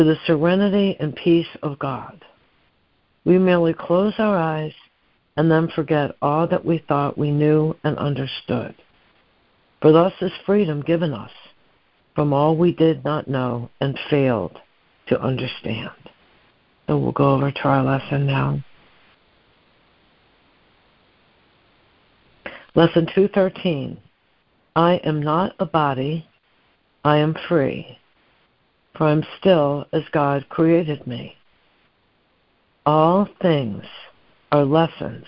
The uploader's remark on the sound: ACIM Daily Conference Call.